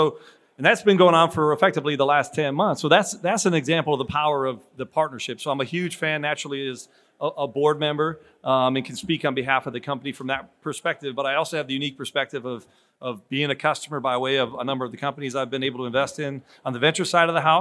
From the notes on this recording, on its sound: from day 2 of The Future of Supply Chain in Northwest Arkansas